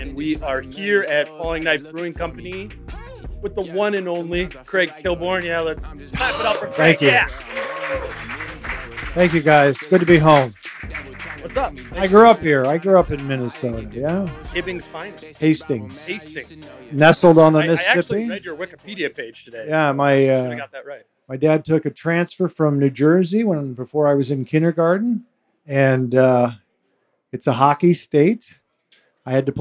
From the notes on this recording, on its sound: Live at Falling Knife Brewing Company. Live Q+A.